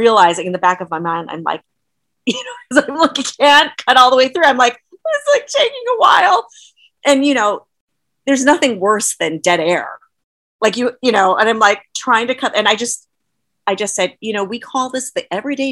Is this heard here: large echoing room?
no